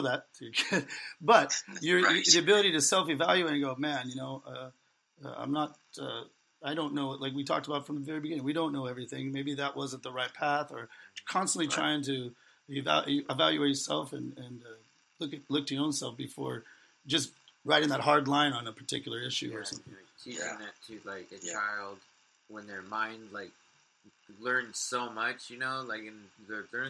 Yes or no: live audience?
no